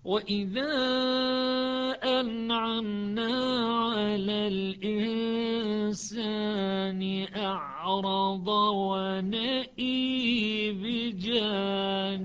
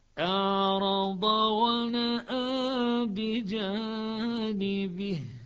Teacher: ونقول إمالة الألف يعني إمالة الهمزة · Shown in: first take